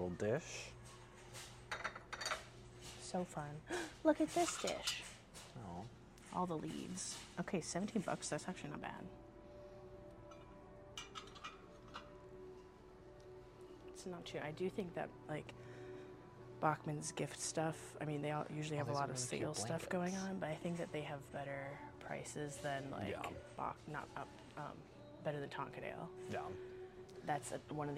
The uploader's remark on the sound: Recorded live and on-location at four different big box stores. We peruse the isles and try to not let the employees onto us recording in their stores.